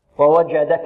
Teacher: ووجدك، الجيم هذه شديدة، كثرت عندنا الجيم اليوم، هذه فرصة في إتقانها. ووجدك الجيم شديدة، ومعنى الشدة حباس الصوت